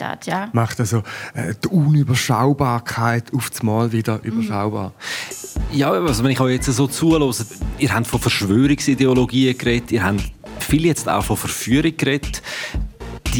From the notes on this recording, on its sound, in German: Diese an den Solothurner Literaturtagen aufgezeichnete «Zwei mit Buch»-Episode. Besucher der Solothurner Literaturtage.